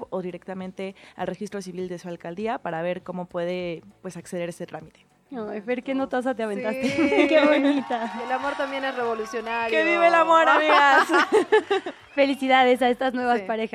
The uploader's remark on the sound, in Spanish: nos fuimos en vivo a las calles de la ciudad